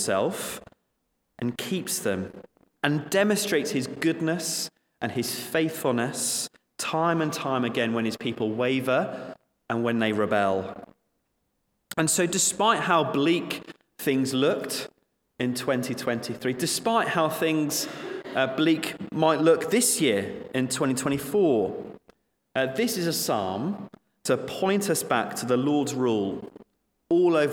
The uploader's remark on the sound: Slight distortion in the sound quality